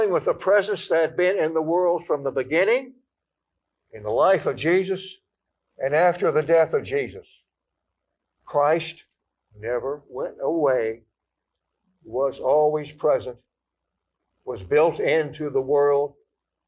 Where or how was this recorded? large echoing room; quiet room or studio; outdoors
large echoing room